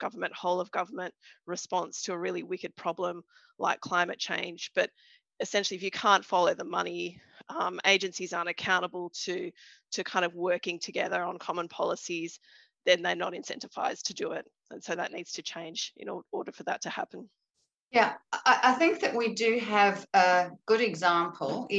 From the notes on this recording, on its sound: This event was held via Zoom